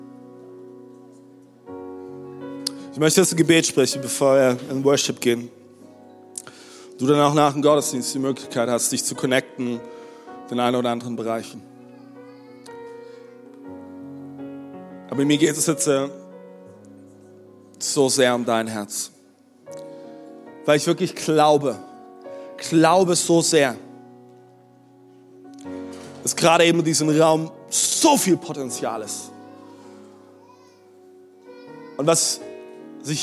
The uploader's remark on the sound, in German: Audiomitschnitt der Predigt vom 16.04.23.